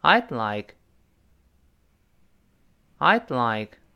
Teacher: have spring rolls. I'd like 这个 I 就是 I 一撇 d，哎，就是缩略形式。写全了呢，写开来就是 I wouldlike。但口语中为了简洁起见，would 用撇 d 代替。I I 那个的在这失去爆破了，叫 I 舌尖点一下，停那么一下，再读 like